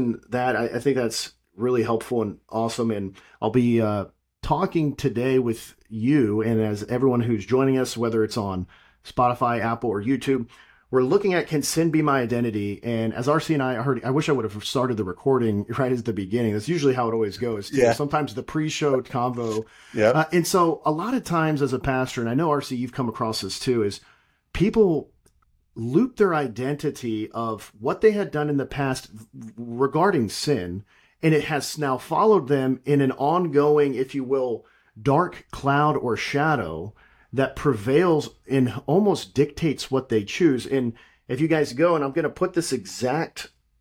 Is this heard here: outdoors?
no